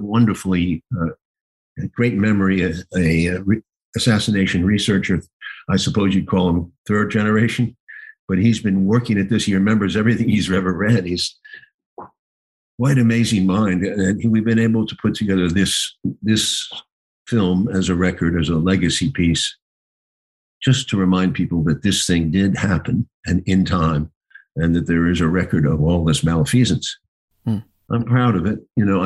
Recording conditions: video call